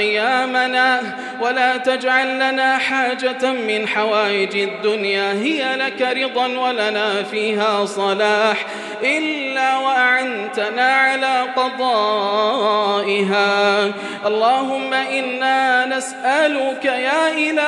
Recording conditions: large echoing room